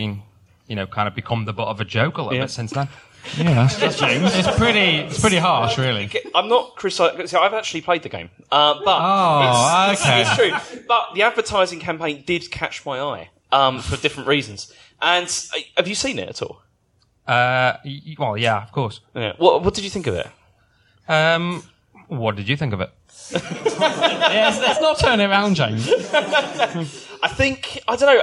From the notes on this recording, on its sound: The boys return to the stage in this very special episode of The Computer Game Show, live from EGX 2018.